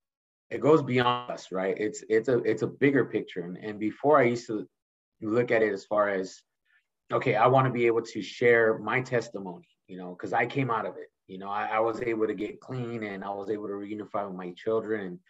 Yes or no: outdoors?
no